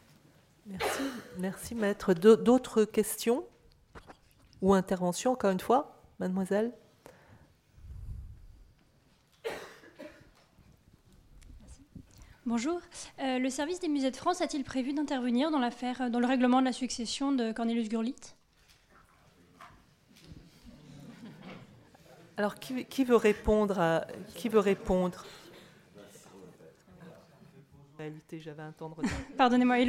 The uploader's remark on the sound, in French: Echanges entre les intervenants et le public, enregistrés le 22 janvier 2015 dans le cadre du colloque. « Patrimoines spoliés.